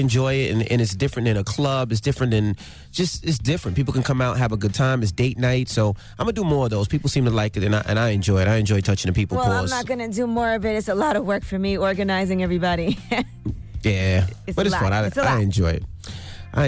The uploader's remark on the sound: We opened up the phone lines to see what our listeners thought of her story.